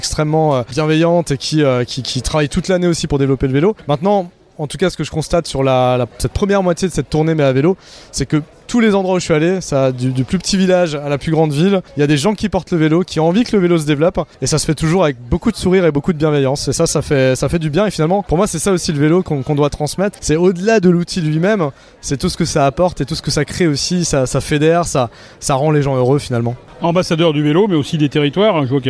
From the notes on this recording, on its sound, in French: A notre micro, lors du Cargo Bike Festival de Lyon